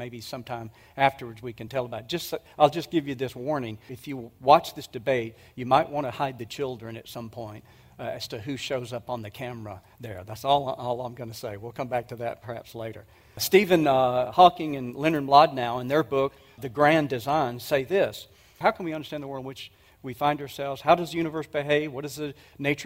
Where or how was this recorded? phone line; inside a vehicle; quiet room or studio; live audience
live audience